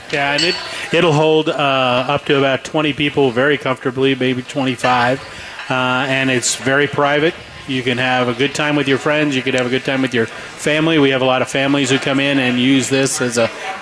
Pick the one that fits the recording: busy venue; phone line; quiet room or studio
busy venue